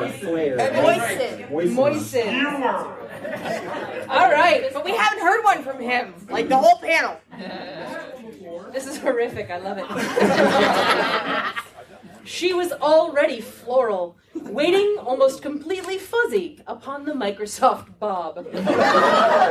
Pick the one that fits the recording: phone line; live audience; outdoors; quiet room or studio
live audience